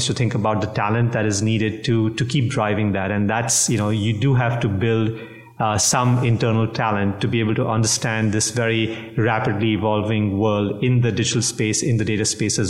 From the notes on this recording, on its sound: We’re once again on the road, recording from Analytics Unite, the three-day summit that gathered today’s leading minds in retail and consumer goods analytics.